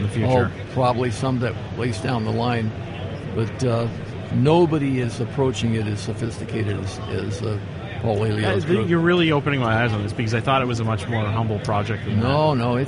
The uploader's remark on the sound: SEMA 2016. This episode I'm joined live from the SEMA show floor.